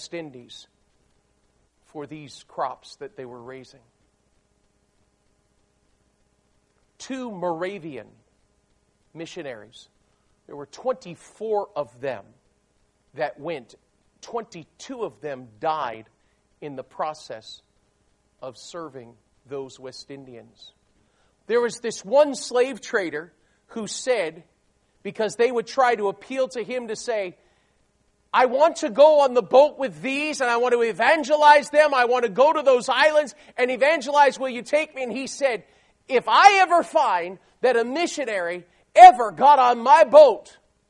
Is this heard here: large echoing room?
yes